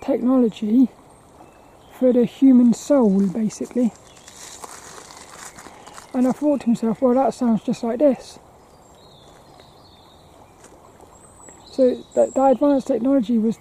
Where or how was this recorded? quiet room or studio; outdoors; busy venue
outdoors